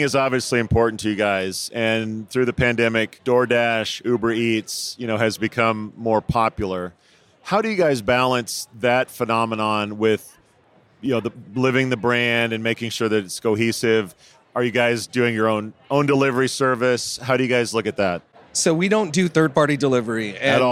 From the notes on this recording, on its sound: Live from UNLEASH America at the Workhuman booth